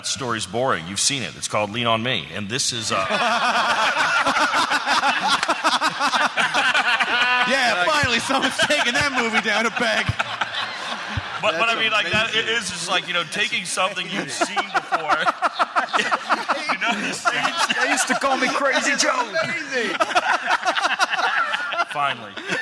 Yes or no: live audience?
yes